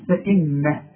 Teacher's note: النون لازم تغن لان عليها الشده، اذا عند الوقف وعند الوصل.